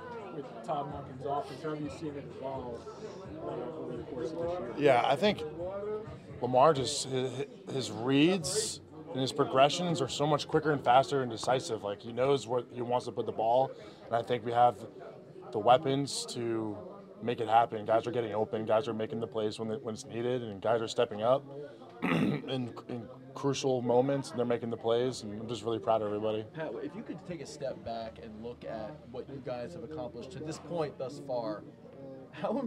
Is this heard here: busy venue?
yes